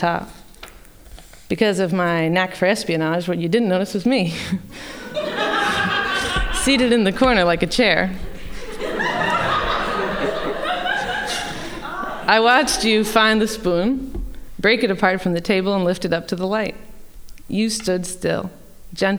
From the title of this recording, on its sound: Live At The Philadelphia Ethical Society